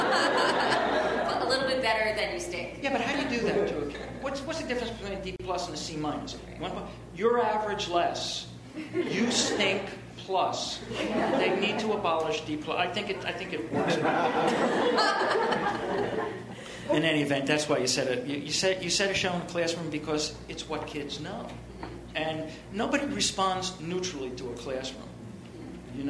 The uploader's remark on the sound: Recorded at ATX Television Festival in the Stephen F. Austin ballroom in Austin, TX.